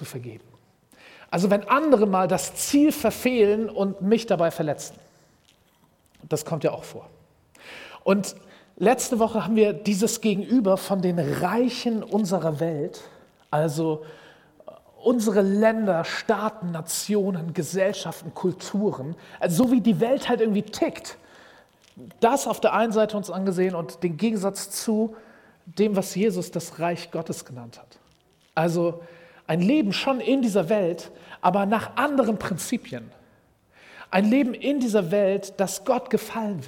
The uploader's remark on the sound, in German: Predigt im Rahmen des GreifBar+ Gottesdienstes